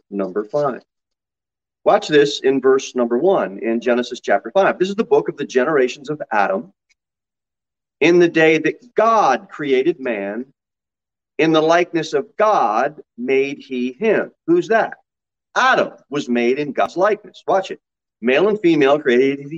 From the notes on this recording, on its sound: Sermon delivered at Pilgrim Baptist Church on Thursday, July 7, 2022 at 6:15 pm. Jere Whitson Rd. Pilgrim Baptist Church is a bible-believing, independent Baptist church.